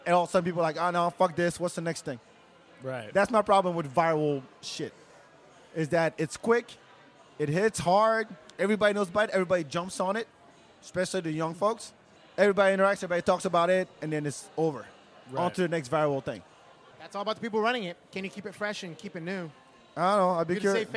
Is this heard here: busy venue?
yes